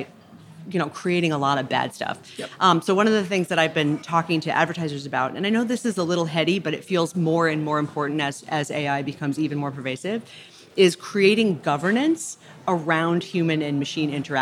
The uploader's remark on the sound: From Cannes. Coming to you live from the Cannes Lions, where the media, marketing, ad tech and creative worlds have come together for the first time in person in two years.